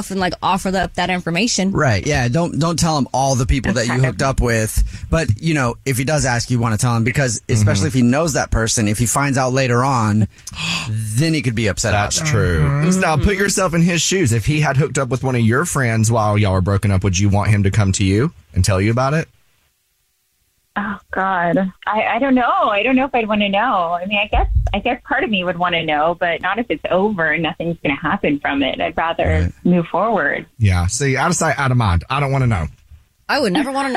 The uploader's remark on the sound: We have a listener on the phone